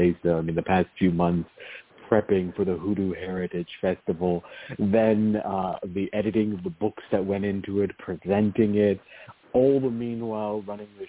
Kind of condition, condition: link, phone line